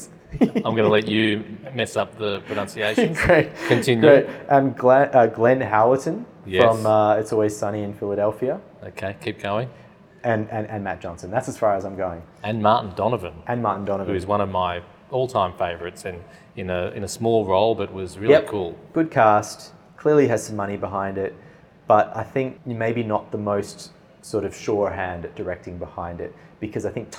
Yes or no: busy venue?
yes